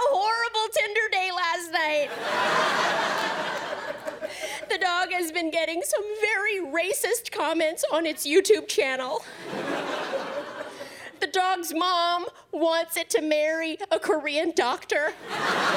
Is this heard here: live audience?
yes